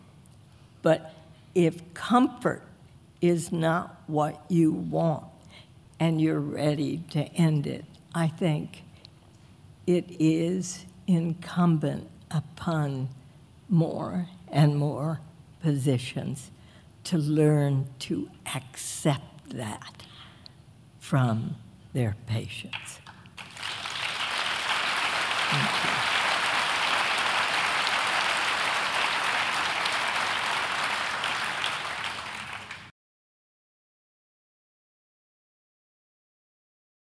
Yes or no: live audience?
yes